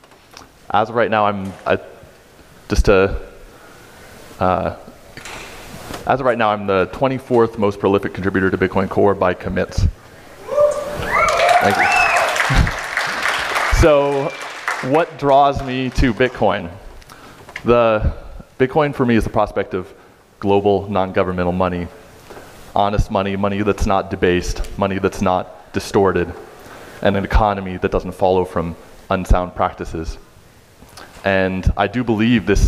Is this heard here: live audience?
yes